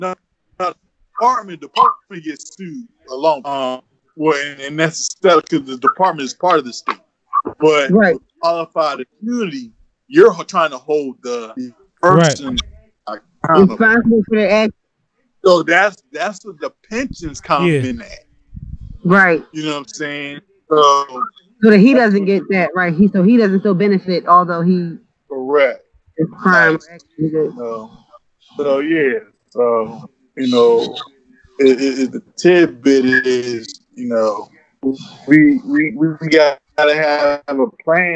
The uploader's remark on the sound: Chop it up via Skype.